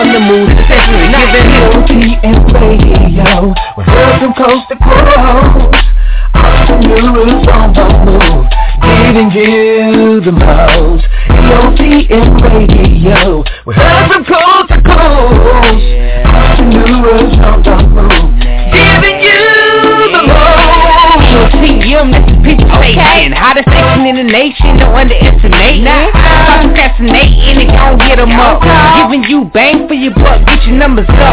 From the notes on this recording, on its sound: Opens up the phone lines to speak with the African American community.